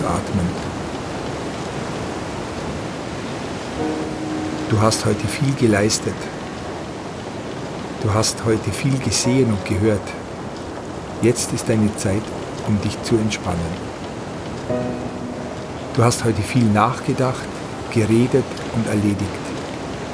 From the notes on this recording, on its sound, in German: Im Sturm auf dem Containerschiff Jebel Ali. Nach der Atemübung folgt eine 30-minütige Aufnahme die ich auf einem Containerschiff gemacht habe bei Sturm.